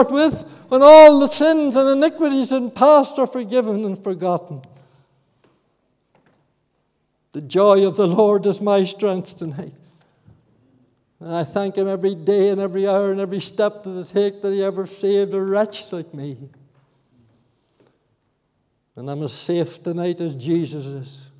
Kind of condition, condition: setting, large echoing room